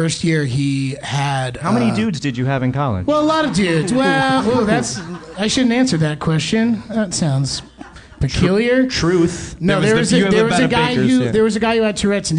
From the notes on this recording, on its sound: NYC Podfest 2016 LIVE. This month's episode was taken from our live recording at NYC Podfest 2016!